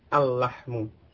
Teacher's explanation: Al-lahmu, walaupun itu sama-sama lam ya, tapi al pada al-lahmu, lamnya itu masuk ke lam yang sesudahnya. Jadi bukan lam pada alif lam, tapi lam yang masuk ke lam yang awal dari lahmu tadi. · Term: idgham